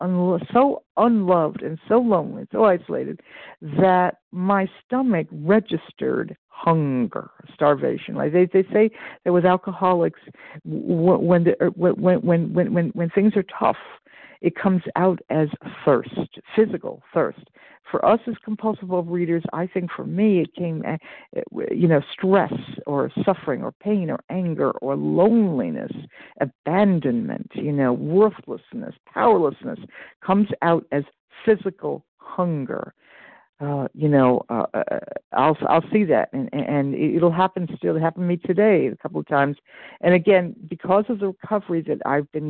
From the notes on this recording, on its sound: 100 Pounders Phone Meeting